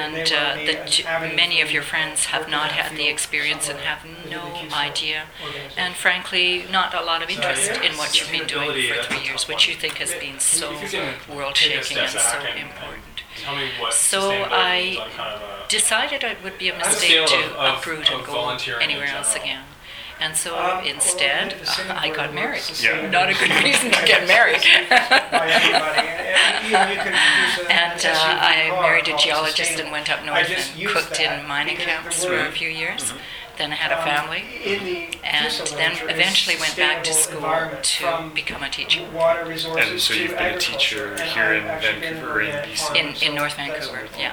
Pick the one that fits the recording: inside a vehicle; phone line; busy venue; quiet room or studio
busy venue